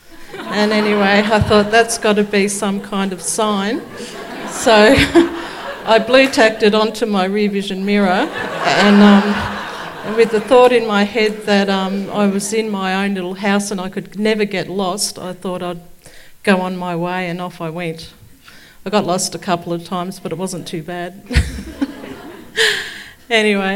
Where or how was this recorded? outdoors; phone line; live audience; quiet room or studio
live audience